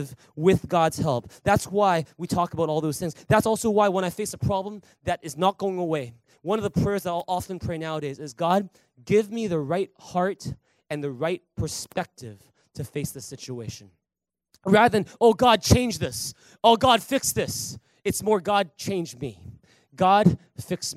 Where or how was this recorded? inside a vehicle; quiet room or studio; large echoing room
large echoing room